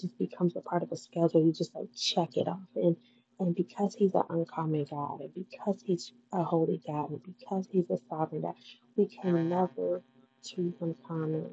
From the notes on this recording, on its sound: Hey the audio is not as clear because I had on my ear phones trying to see how it would sound so please excuse all the buzzing and noises.